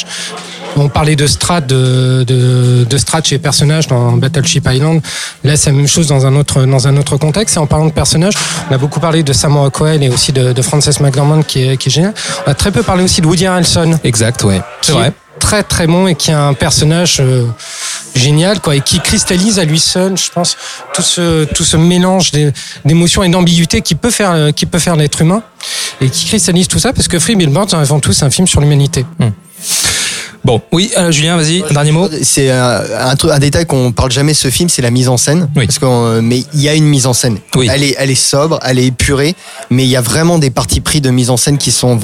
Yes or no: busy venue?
yes